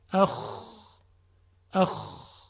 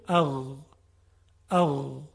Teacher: حرف خا یه مقدار خشنتره، اما حرف غین خیلی لطیف و نرم و روان هست صداش